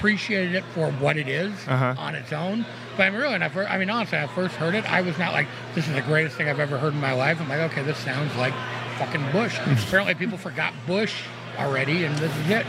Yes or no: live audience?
yes